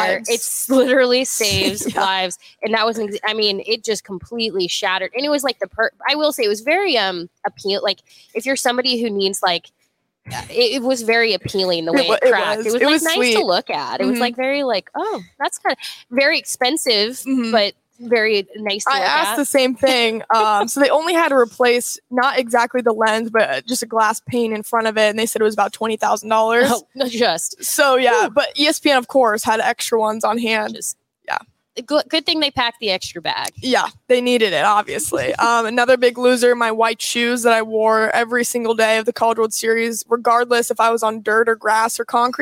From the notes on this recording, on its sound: They're live from Hail Varsity Club.